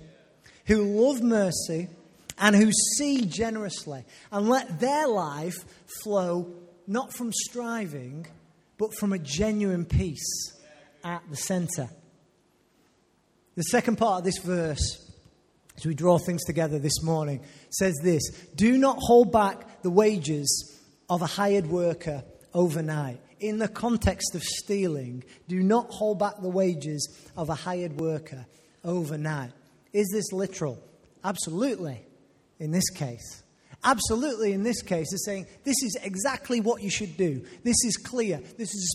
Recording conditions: live audience